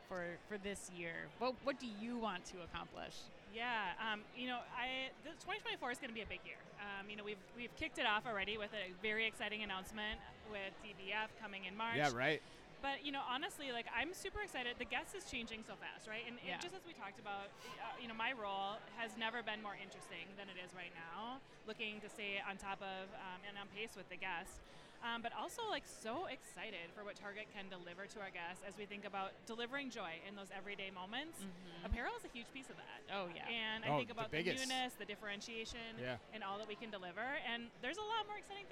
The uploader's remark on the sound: Live From eTail